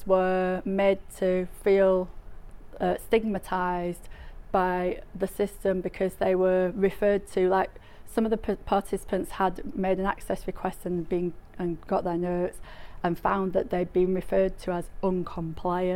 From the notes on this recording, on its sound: The Northern Mental Health Nursing Qualitative Research Forum meets three times a year. The following session was recorded at their third event on Friday 12 May 2023.